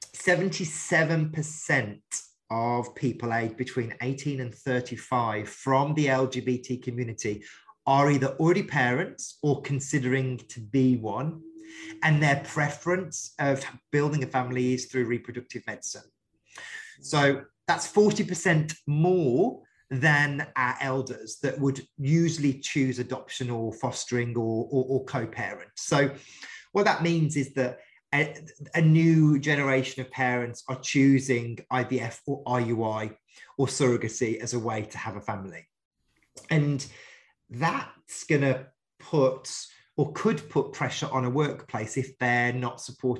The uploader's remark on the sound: one of our original zoom conversations broadcast in 2022